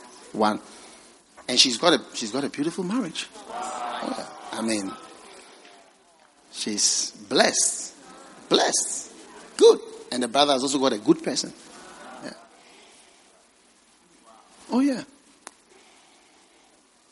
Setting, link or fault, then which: setting, large echoing room